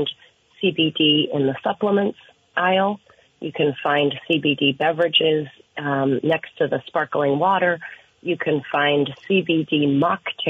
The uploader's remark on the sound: open phones